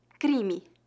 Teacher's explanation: a vogal I nesta palavra é pronunciada de forma levemente nasal e a vogal E no final é pronunciada como um I fraco